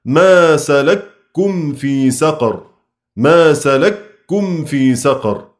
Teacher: إدغام الكاف في الكاف إدغاما محضا